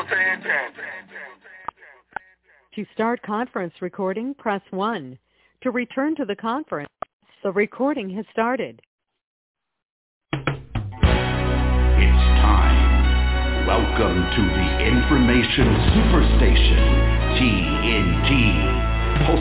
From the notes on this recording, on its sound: TNTSuperfantastic Conference Call.